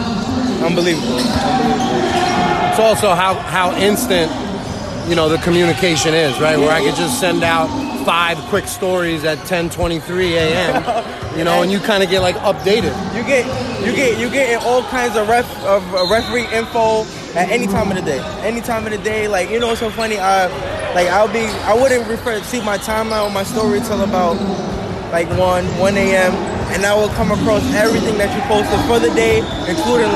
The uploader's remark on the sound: Live from: House of Sports. I'm going to be recording the conversations with my partners during time outs, halftime and pre and post game.